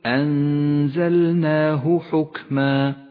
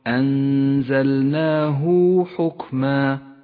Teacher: والآن اقرأ قوله تعالى وكذلك أنزلناه حكما، أنزلناه حكما، جاءت هاء الضمير وبعدها حرف غير الهمزة ولكن الحرف الذي قبلها حرف ساكن، فإياك أن تعتقد أن المد هنا مد صلة صغرى، بل الهاء هنا مهملة بالمد لأن الحرف الذي قبلها جاء ساكنا وهو الألف · Shown in: first take · فقل أنزلناه حكما ولا تقل أنزلناه حكما فإنه خطأ.